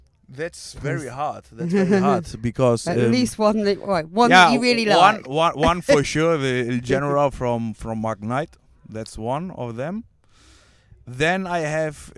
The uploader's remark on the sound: Interview at Brighton Music Conference. Recorded live for istreem.tv.